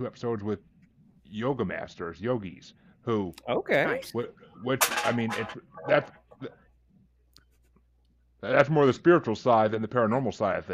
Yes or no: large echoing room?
no